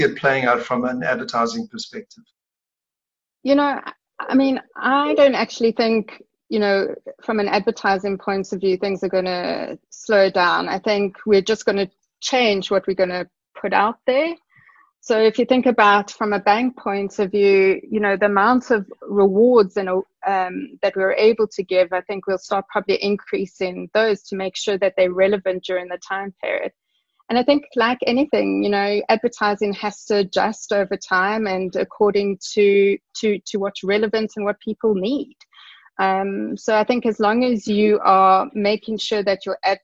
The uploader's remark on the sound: via a Zoom call